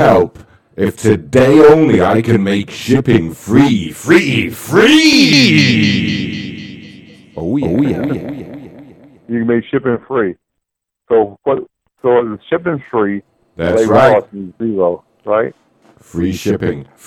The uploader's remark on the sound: It’s the best live prank call show on the Internet!